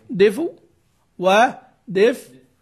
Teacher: أنا هنقل الحركة ثم أسكن الفاء، ثم دفء ودفء، خلاص، مع الإشارة بالشفتين. · Term: الإشمام